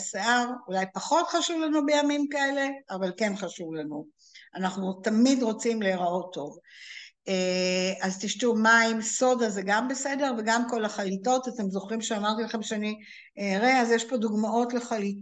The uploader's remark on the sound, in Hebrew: הקלטה של הרצאת זום